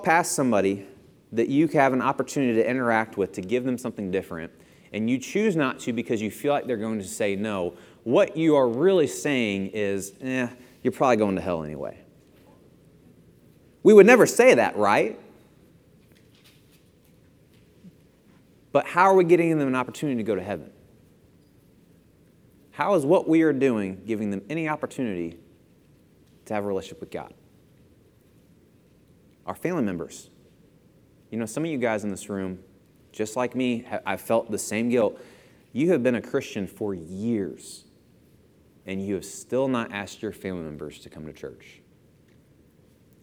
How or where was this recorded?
large echoing room